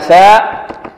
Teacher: مخرجها من طرف اللسان مع طرف الثنايا العليا · Term: الثاء